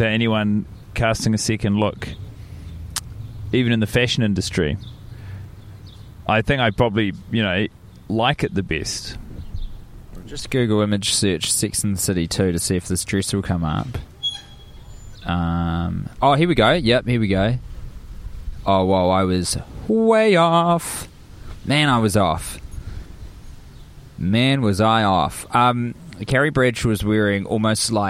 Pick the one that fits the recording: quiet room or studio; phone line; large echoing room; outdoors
outdoors